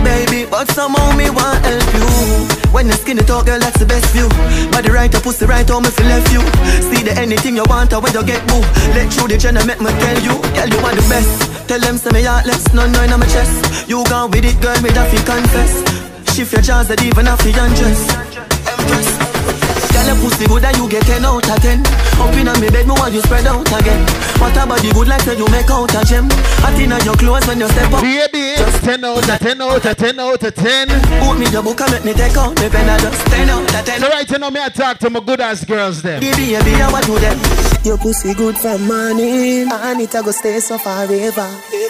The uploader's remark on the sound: At Island Vibes, Nashville, TN... This is the live mix from the club.